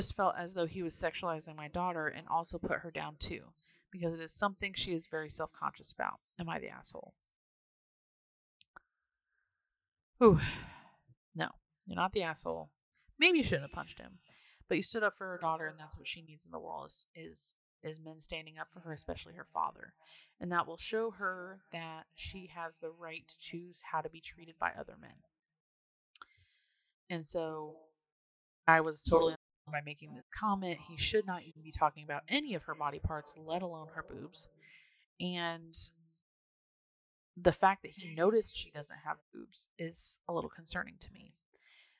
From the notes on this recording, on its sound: Apologies in advance for any audio inconsistencies.